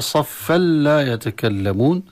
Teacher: صفا إذا وقفنا نقرأ صفا، وإذا وصلنا صفا لا يتكلمون ندغم التنوين في اللام